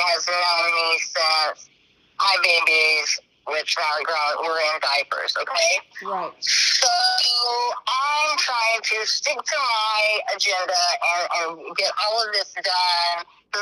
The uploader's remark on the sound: a little hands free road trip recording